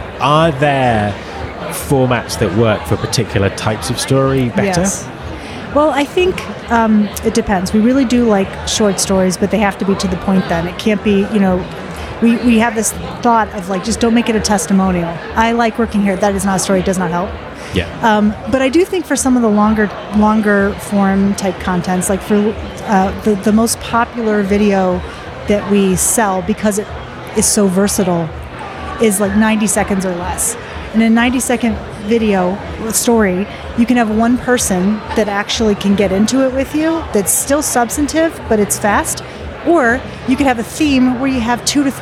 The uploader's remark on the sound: at the recent UNLEASH America conference